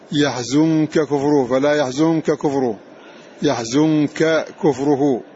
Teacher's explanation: قال الشيخ رحمه الله تعالى قد أظهر رواة الإضغام عن السوسي كاف يحزنك، ولم يدغموها في كاف كفره في قوله في لقمان ومن كفر فلا يحزنك كفره إلينا مرجعهم، ثم علل إظهارها بأن النون أخفيت يحزنك عند الكافي فانتقل مخرجها إلى الخيشوم فيصعب التشديد بعدها · Term: النون تخفى